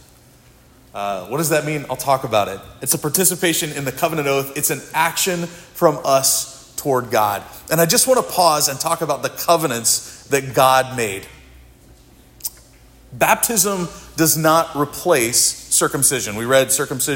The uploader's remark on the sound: This sermon was preached at Providence Church